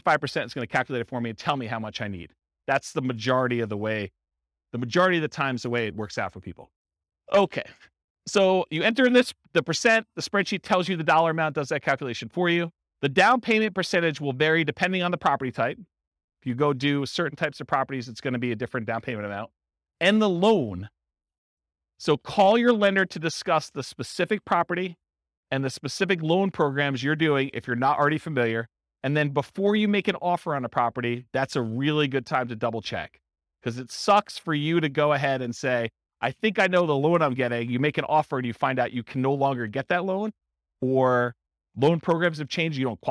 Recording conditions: live audience